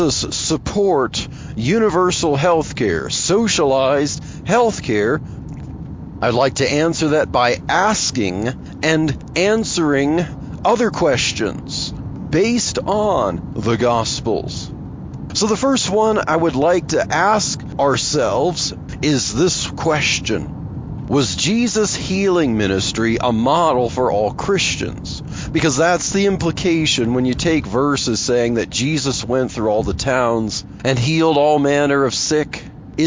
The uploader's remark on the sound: In this episode of Truthspresso Express I chat about Jesus and socialism while driving to work.